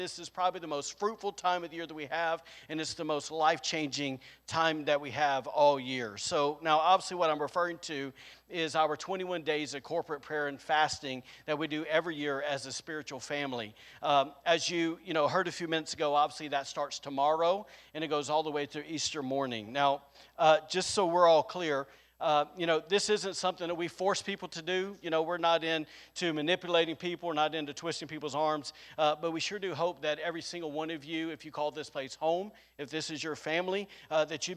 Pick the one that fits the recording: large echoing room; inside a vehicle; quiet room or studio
large echoing room